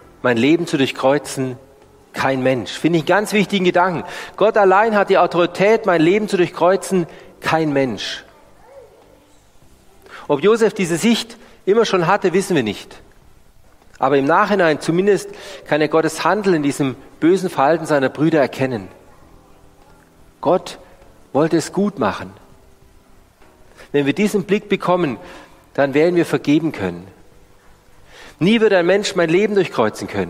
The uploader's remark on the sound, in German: Die Predigt aus dem Gottesdienst